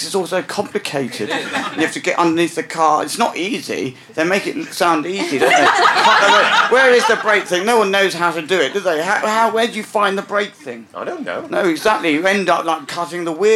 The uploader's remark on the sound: recorded at the Pleasance at the Edinburgh Fringe 2012